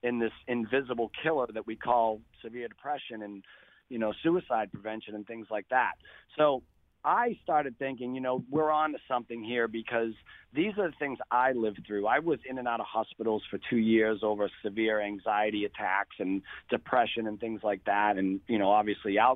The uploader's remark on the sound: He called in today.